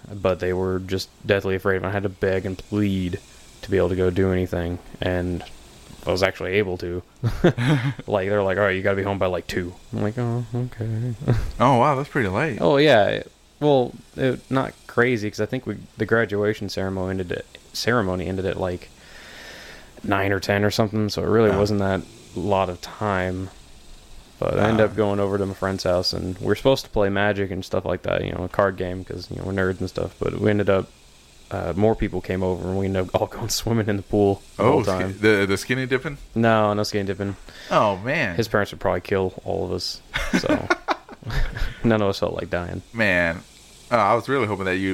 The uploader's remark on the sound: I took a trip out into the country. We listen to the sounds of Mother Nature and all her bugs.